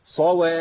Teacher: يعني اطول الزمن شويه، اقول صواف، لان الفاء هنا مشدده عند الوقف